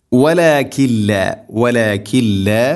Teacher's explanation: സാക്കിന നൂന്നിന് ശേഷം ലാം ഇദ്ഗാം ബിലാ ഗുന്ന, നൂനിനെ ലാമിലേക്ക് ഗുന്ന ചെയ്യാതെ, മണിക്കാതെ കൂട്ടി ലയിപ്പിക്കണം.